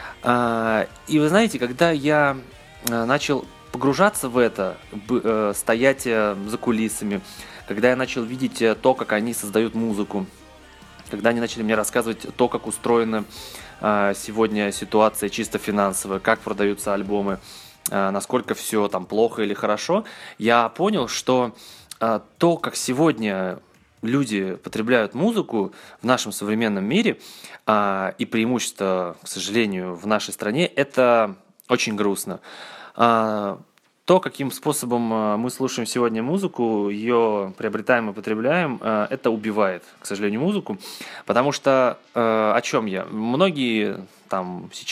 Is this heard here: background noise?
no